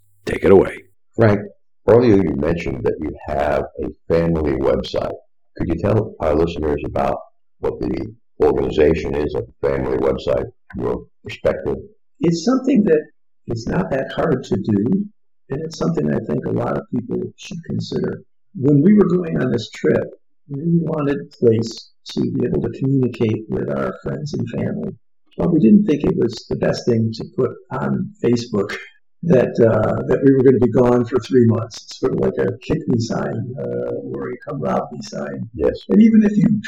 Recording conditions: poor sound quality